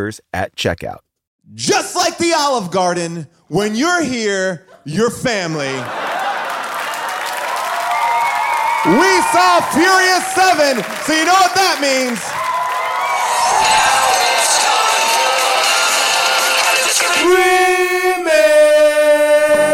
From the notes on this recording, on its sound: Recorded LIVE from Largo in Los Angeles. During audience Q&As!